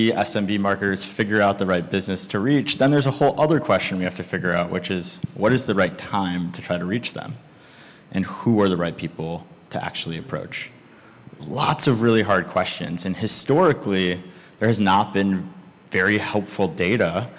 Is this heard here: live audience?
yes